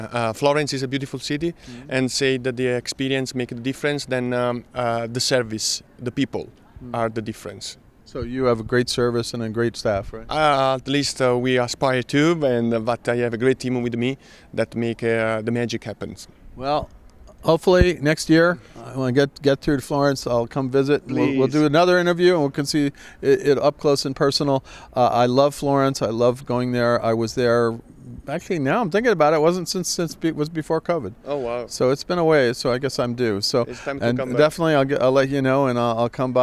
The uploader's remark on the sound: at the Signature Conference in Las Vegas earlier this year